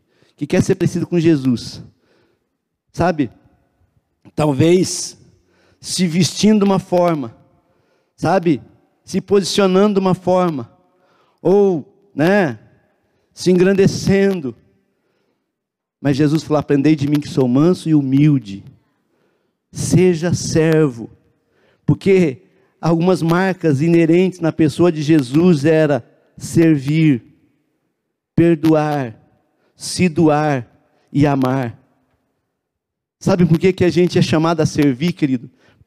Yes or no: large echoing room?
yes